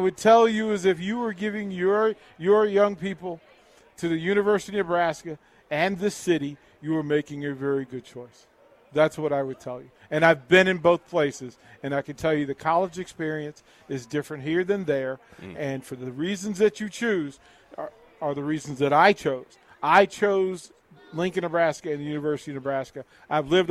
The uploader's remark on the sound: Live from Barry's.